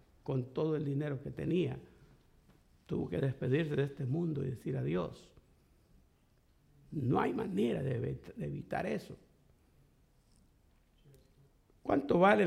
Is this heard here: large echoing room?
yes